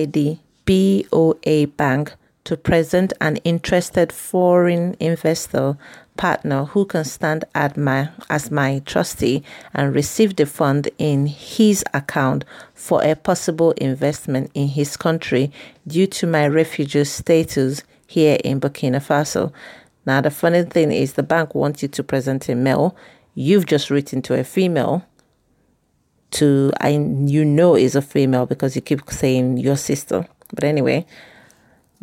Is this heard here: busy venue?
no